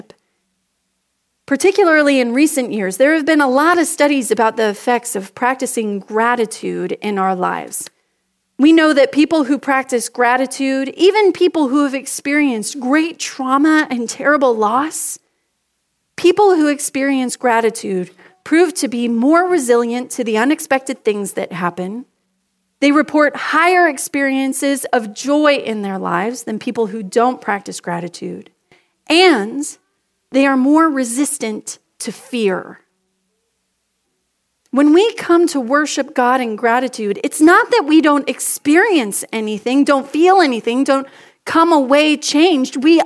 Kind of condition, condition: setting, large echoing room